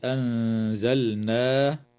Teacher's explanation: وتخفى النون الساكنة عند الزاي مع الغنة مرققة في كلمة أنزلناه